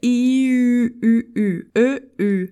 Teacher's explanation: U nada mais é do que a vogal I, também com a boca fechada, em forma de biquinho.